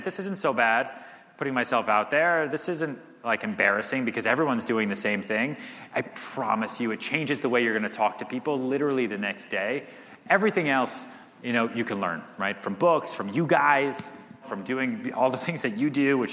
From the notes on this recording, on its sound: answers questions from audience members at The HyperFast Sales Summit